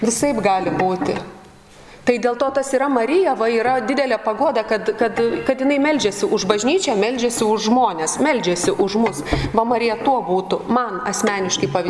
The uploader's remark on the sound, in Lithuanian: Įrašas iš Šeimų festivalio.